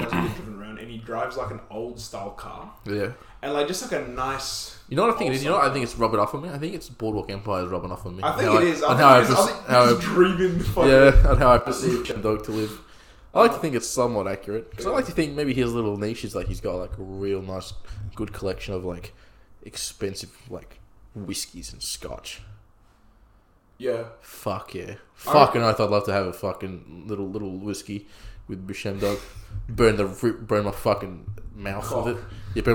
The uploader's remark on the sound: Sorry about the slight echo in the room we did record this in a bathroom.